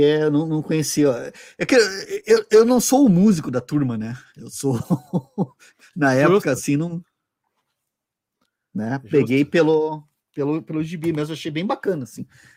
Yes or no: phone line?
no